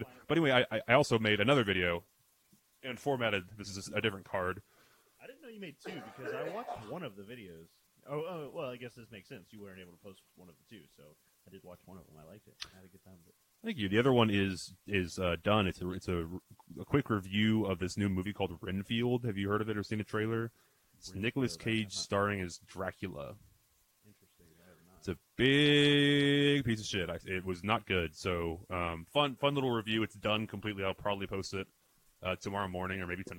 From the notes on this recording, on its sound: Sorry for the audio issues, should be fixed next ep.